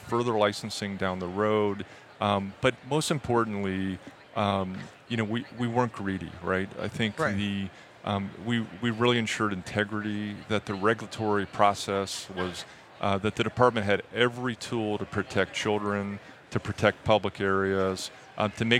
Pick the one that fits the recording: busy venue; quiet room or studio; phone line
busy venue